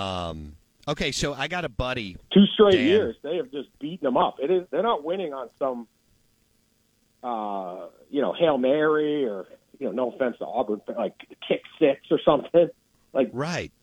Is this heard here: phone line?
yes